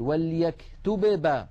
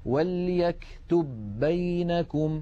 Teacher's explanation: لابد من إدغام الباء الأولى في الثانية · Shown in: second take